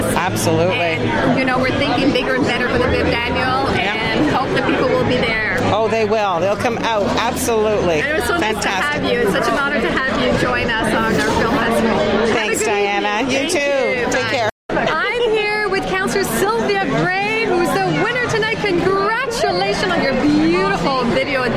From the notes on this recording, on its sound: Speaks to attendees and winners at the 4th Annual Wasaga Beach Short Film Festival held in Wasaga Beach late January 2015. This program was originally broadcast on Beach BOOSTER Radio.